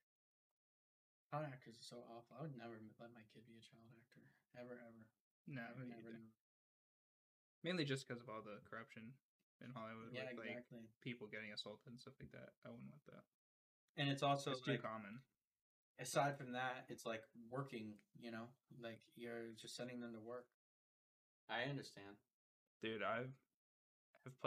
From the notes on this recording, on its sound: We don't have a lot of experience editing or recording a podcast, so you may have to be patient on the quality to reach 100%. Elden Ring is the background gameplay for this one because we didn't record any fallout this week!